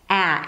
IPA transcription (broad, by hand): æ